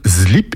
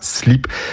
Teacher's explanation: Au lieu de prononcer le S de slip, on le prononce comme un Z qui lui est voisé · Shown in: first take · ce qui donne slip et pas slip. · Term: voisement